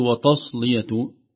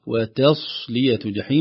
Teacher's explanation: ترقيق التاء قبل الصاد · Shown in: second take